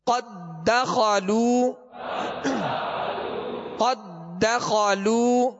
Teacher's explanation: دال کو دال میں مکمل داخل کریں گے · Term: ادغام مثلین تام